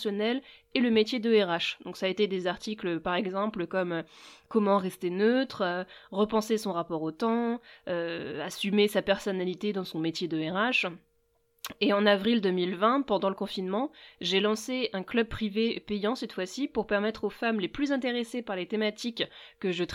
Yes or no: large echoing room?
no